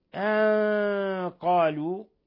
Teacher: ولاحظوا تفخيم الغنة لأنه بعد النون جاء حرف استعلاء